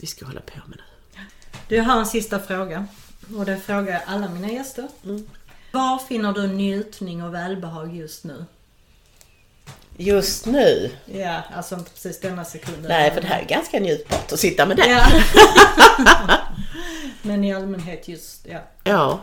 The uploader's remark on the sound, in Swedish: Ljudkvalitén skiftar lite och det hörs en del bakgrundsljud.